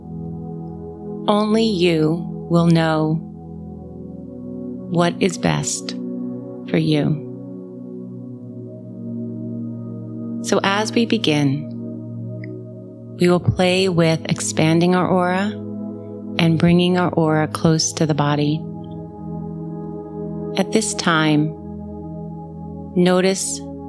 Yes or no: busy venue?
no